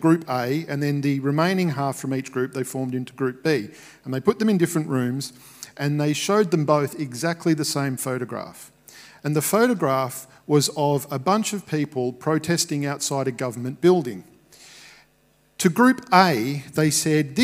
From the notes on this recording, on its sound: Recorded at Restore Church on the 16th of May 2021.